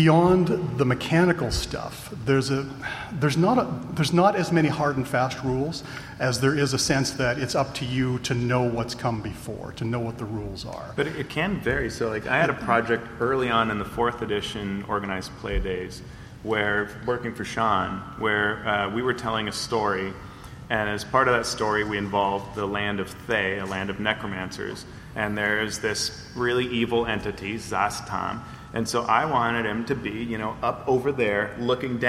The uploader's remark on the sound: a panel from PAX West